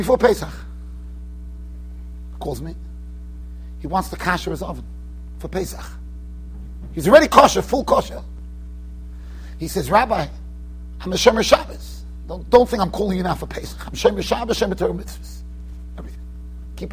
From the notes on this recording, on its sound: Shiur recorded in Yeshivas Ohr Reuven, Monsey NY.